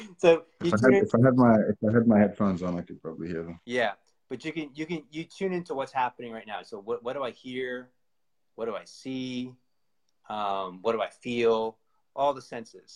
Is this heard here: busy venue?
no